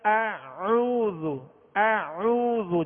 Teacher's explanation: جب اس کا پیش پڑھیں گے تو ہونٹوں کو گول کریں گے، اعوذ. اب یہاں واو مدہ ہے، ایک الف کی مقدار میں کھینچیں گے · ا حمزہ جو ابتدائے حلق سے ادا ہوگا، آگے عین وسط حلق سے ادا کریں گے